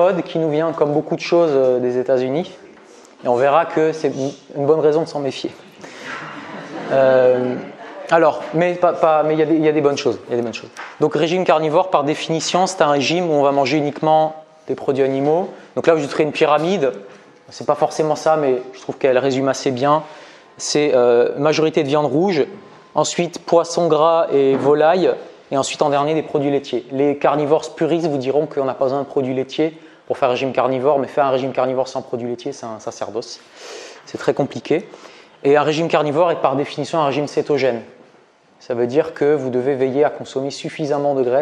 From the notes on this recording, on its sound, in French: Extrait de conférence